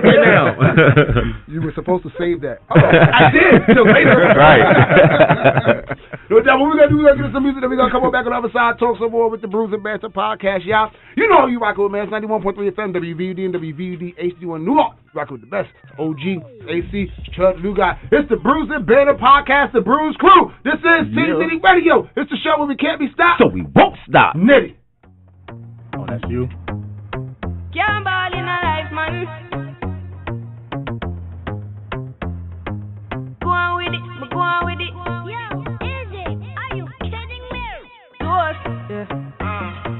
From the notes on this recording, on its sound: visits Bellefonte Brewing Company in Wilmington, DE